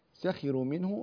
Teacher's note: يرقق الراء لأنها مضمومة وسبقت بكسر